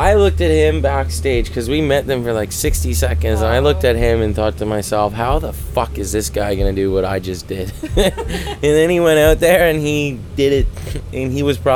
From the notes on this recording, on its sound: This month, we were at the Area 506 festival in Saint John, hosting a special "strange" lounge backstage for all the artists.